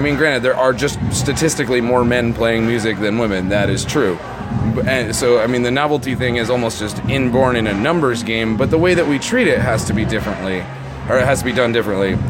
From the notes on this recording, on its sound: at the Artworks Trenton Monsters Ball